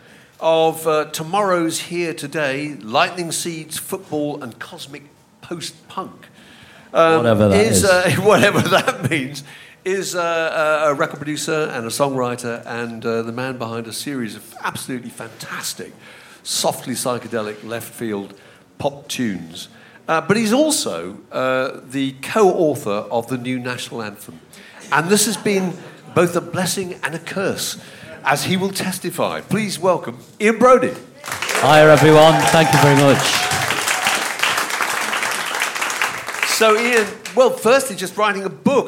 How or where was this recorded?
live audience